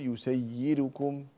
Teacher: يسيركم الراء مضمومة وقبلها ياء مكسورة، وعليه فإن ورش رحمه الله يرققها